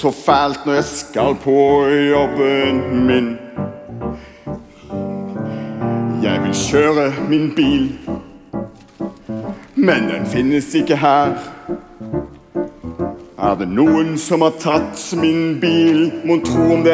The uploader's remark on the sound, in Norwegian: Live fra Kampen kirke.